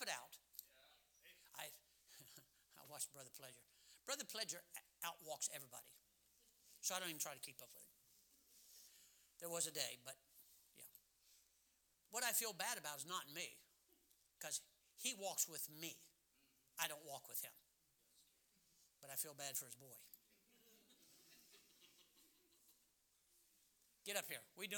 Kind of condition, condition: setting, large echoing room